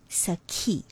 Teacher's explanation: The second syllable is a very stressed syllable, and you can pronounce it like this, ki, ki.